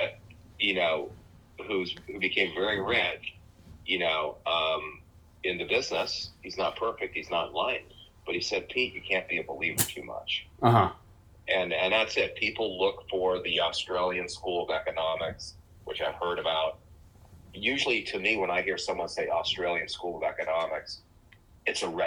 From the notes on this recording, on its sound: This is a phone conversation I had with a new friend. Note, the sound quality was not the greatest.